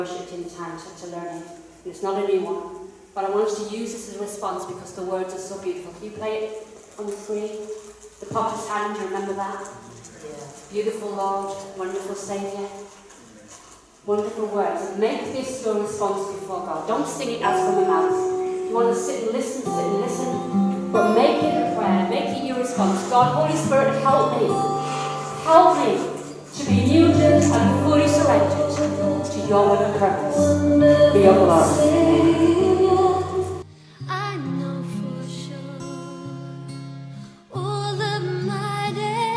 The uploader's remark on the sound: KCC's morning service. Please note that this is a live recording and at times audio quality may be affected by external circumstances.